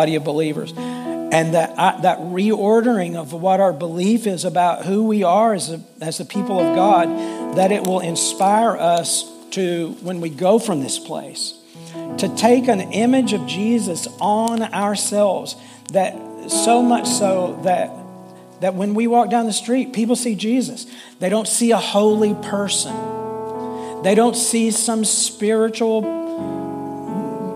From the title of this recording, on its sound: Full Sunday Service